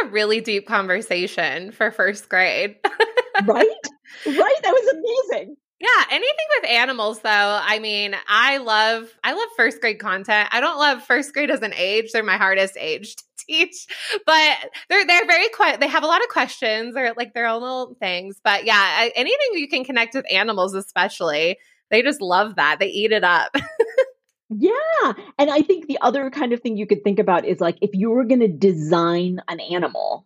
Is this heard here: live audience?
no